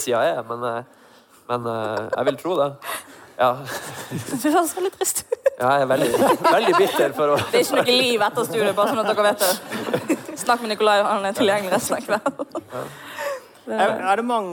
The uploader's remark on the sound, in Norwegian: Podcasten er spilt inn live på studentsamfunnet Driv i Tromsø med publikum i salen.